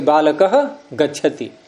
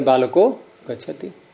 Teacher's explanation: अब इधर तो बोला हमने विसर्ग, महाप्राण एकदम निकला मुख से, उधर गच्छति में ग बोल रहे हैं अल्प प्राण का, एकदम ट्रैक चेंज करना पड़ेगा नहीं, तो वहां क्या व्यवस्था कर दी कि विसर्ग नहीं बोलना है आपको, उसको भी स्वर बना दिया · Shown in: second take · बालको गच्छति।